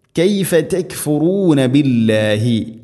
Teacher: കാഫിനെ അവിടെ കനപ്പിച്ച് ഉച്ചരിക്കരുത്, നേർപ്പിച്ച് ഉച്ചരിക്കണം. കൈഫ തെക് ഫുറൂന തെക് അക് ഈ ശബ്ദം വരണം.